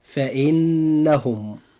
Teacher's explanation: نجد النون في كلمة فإنهم، هذه النون مشددة، وهذه النون يجب إظهار غنها بمقدار حركتين · Term: حرف غنة مشددة